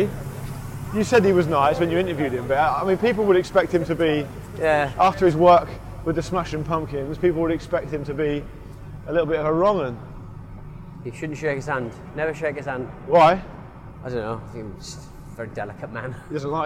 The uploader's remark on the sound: 7th Avenue NYC. It's a special show today recorded on the bustling streets of New York City!